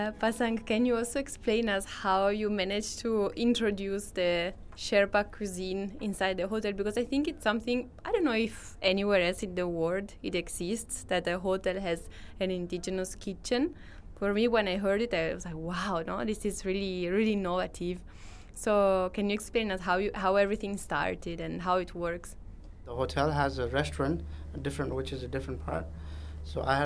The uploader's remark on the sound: This episode was live recorded at the event Terra Madre 2022 by Slow Food International.